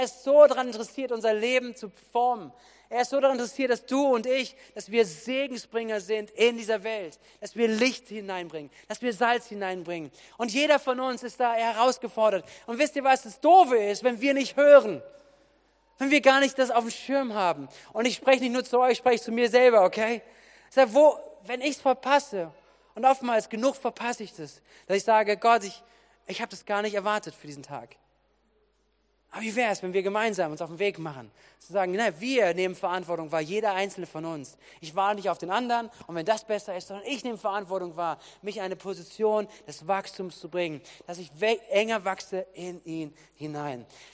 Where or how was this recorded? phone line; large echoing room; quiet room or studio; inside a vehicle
large echoing room